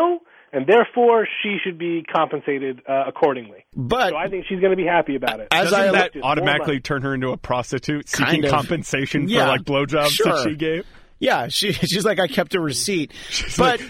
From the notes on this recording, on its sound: via telephone